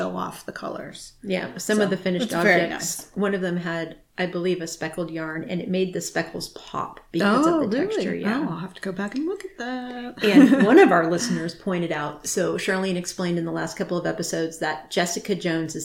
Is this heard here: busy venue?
no